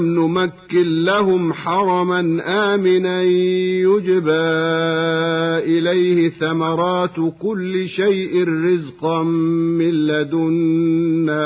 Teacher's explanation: فقوله تعالى نمكن لهم، وقوله أيضا من لدنا، أدغمت النون الساكنة في اللام كما سمعنا من غير غنة، وبعض الأئمة يجعل الغنة مع الإدغام في نظائر هذين المثلين.